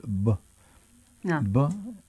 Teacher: فإذا انفصلت الأعضاء الملتصقة اللسان وسقف الحلق، يخرج الهواء الآتي من الرئتين ويحدث انفجارا، كما في انفراج الشفتين الفجائي في حرف الباء، نقول ب. ب، الشفتان مغلقتان فتحتا فجأة، خرج الهواء بصوت قوي أو انفجاري